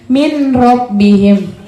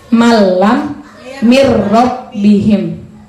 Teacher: Kalau ada ayat dapat potongan kata seperti ini di Al-Quran, kita sudah belajar, berarti hukum bacaannya adalah idgham bila gunnah. Cara bacanya tidak boleh didengungkan, harus masuk tanpa dengung. · Shown in: second take